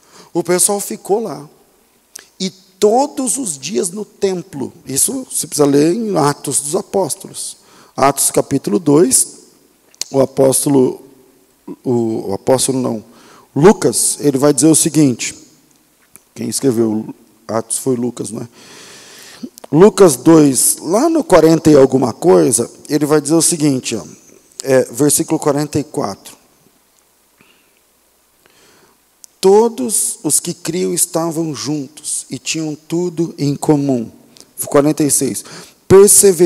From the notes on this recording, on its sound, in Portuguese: Culto ao vivo.